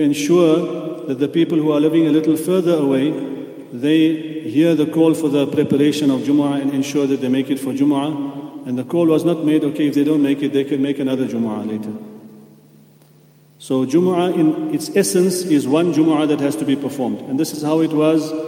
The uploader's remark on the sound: at the Houghton Masjid (West Street)